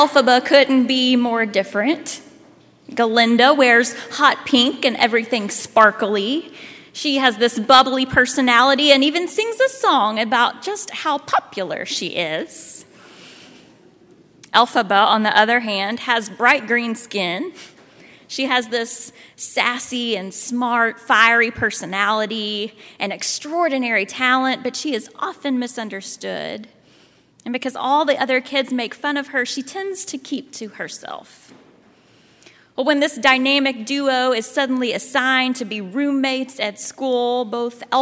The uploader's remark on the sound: at Highland Baptist Church, Louisville, Kentucky